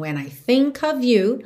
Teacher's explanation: OF sempre com som de OV